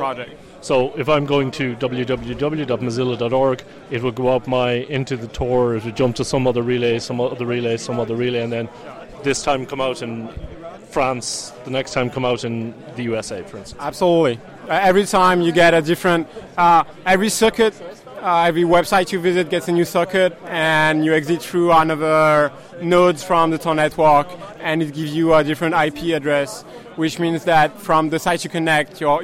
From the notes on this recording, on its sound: The following are a series of interviews recorded at FOSDEM 2014. FOSDEM is a free event that offers open source communities a place to meet, share ideas and collaborate.